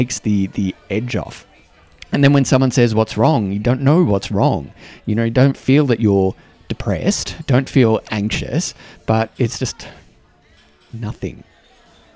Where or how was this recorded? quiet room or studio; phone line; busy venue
busy venue